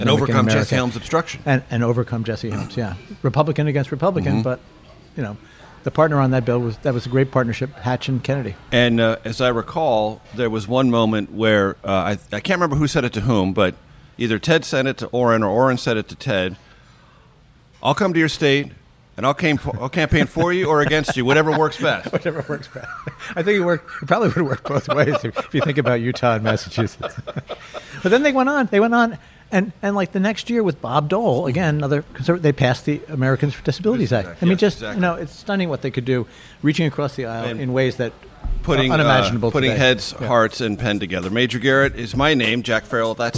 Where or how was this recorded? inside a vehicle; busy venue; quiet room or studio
busy venue